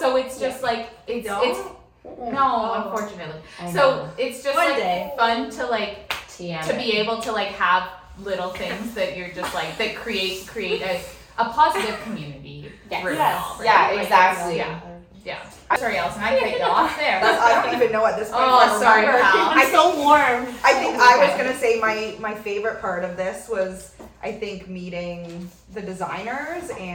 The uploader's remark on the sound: We are overtired, sans make-up and sleep, have bad lighting and a botched mic but we made it through one of the most beautifully chaotic NY Markets to date!